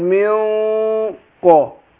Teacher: بخفي النون في نفسها بس مع الغنه حركتين · Term: الإخفاء